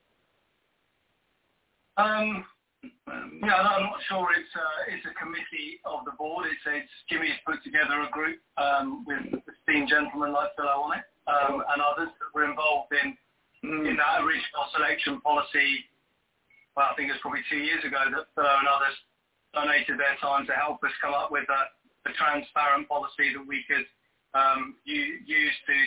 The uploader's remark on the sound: Listen to what the panelists and callers have to say.